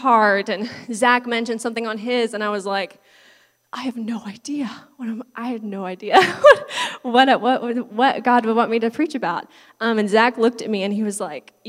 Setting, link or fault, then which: setting, large echoing room